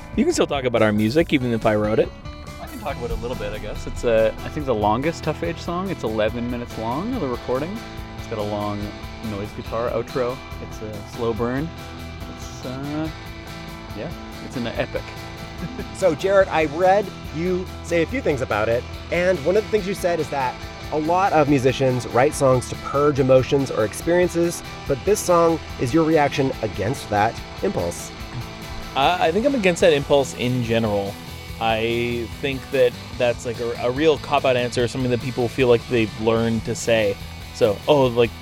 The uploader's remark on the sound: I hung out with the band in the van right before the last show of a west coast tour in their old hometown Vancouver.